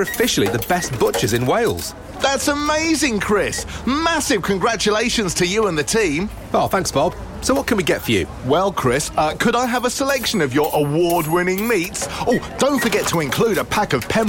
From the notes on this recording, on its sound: live from Caffi Cyfle 12/11 12-1pm